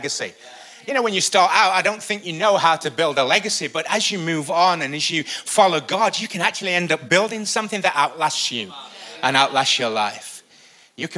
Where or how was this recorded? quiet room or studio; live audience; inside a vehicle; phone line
live audience